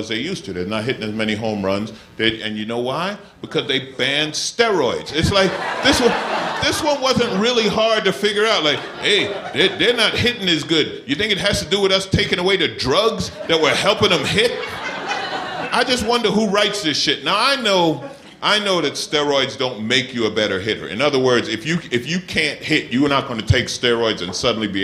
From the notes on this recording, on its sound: Recorded uncut at Icehouse Pasadena